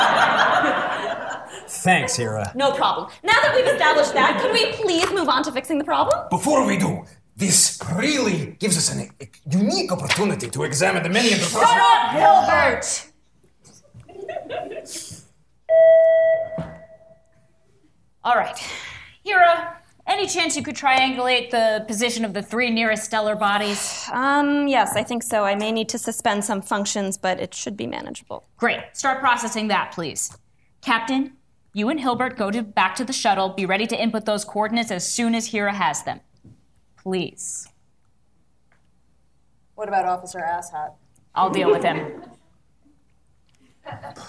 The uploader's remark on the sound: Recorded Live at the Alchemical Theatre Laboratory in New York City!